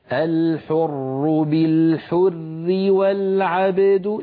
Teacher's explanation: القتل الحر، لا نثبت الألف في الوصل. أيضا الحر بالحر بالحر في الوصل الراء مشددة مكسورة فهي مرققة